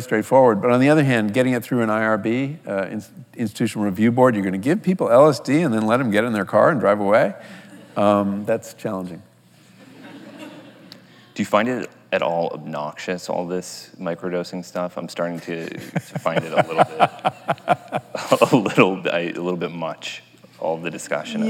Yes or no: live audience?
yes